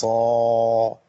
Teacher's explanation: قلت صا، فضخمت صوت الصاد قوي